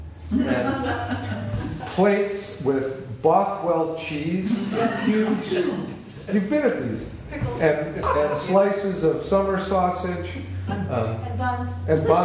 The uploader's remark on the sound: opening presentation at our May 21/14 ideaExchange session